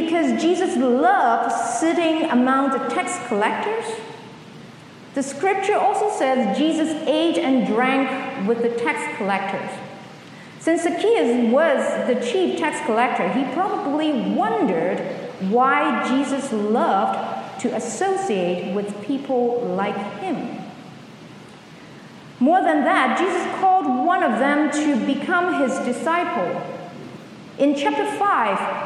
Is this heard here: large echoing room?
yes